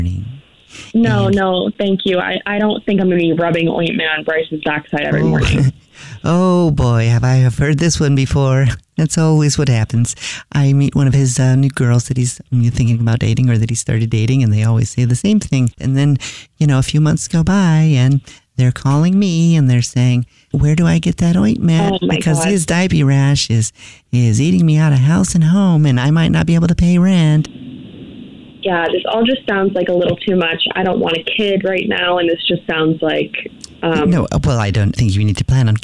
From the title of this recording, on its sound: Phone Prank